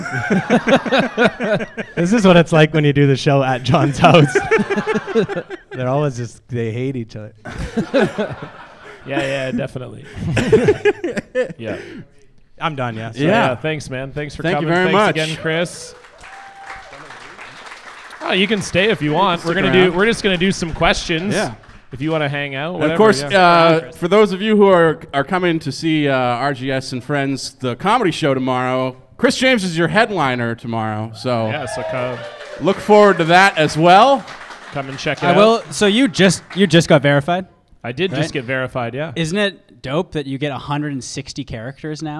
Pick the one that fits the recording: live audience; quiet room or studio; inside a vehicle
live audience